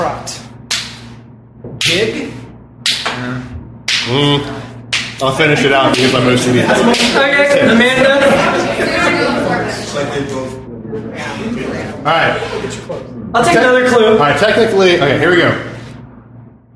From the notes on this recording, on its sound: Recorded at Packrat Comics in September of 2016.